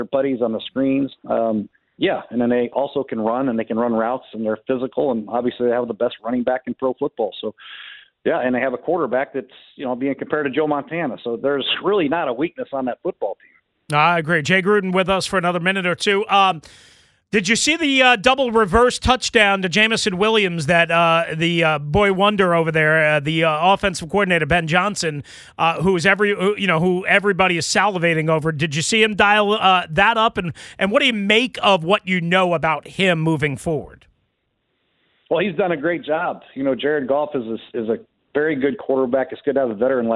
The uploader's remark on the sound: Going to the phone lines